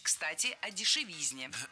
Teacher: Кстати, о дешевизне прозвучало не кстати. Ведь в слове «дешевизна» ударение всегда падает на третий слог. Поэтому должно быть «кстати о дешевизне».